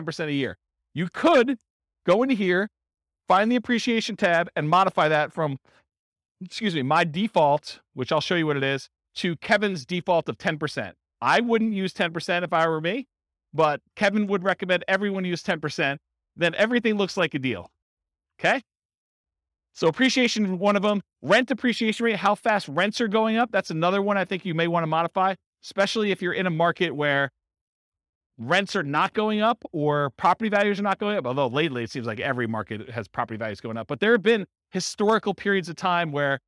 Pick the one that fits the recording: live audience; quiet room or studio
live audience